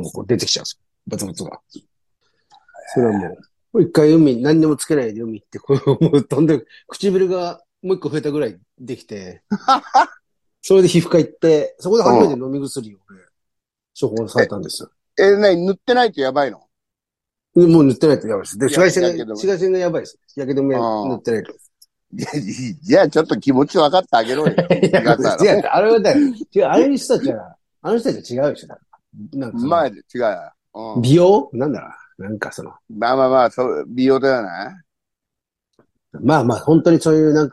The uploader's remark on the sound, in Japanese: ZOOMで収録